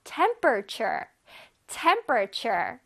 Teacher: 앞에 T-E-M 부분을 강조해서 한번 발음해보자.